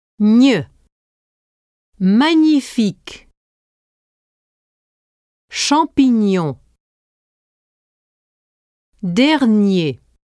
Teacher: To pronounce the sequence GN as ne, blend the sounds ne and y as you do in the English words onion and union. This sound is most often spelled GN and sometimes NI.